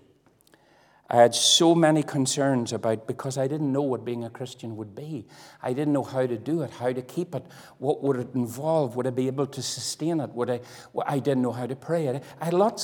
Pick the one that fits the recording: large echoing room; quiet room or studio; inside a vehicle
large echoing room